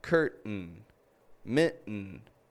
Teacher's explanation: All of those words have a glottal T at the very end. And it's quiet.